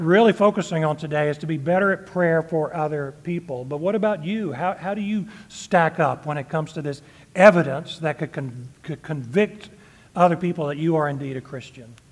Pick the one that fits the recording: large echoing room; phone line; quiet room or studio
large echoing room